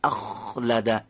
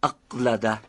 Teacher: خا هم درشت تلفظ میشه و باید به صورت سایشی تلفظ بشه · Shown in: first take